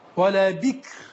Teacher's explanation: إذا وقفت على كلمة ولا بكر رقق الراء لأنها بعد كسر لا يضر السكون الذي بعد الكسر ولا بك الكاف لا تضر